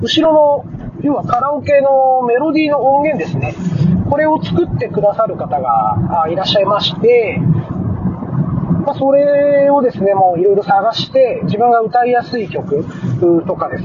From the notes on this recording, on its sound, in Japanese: 今回も車の中から収録した分を配信致しました。走行音もそうですが、マイク付イヤホンでの声がかなり聞き取りにくいかもしれません・・・。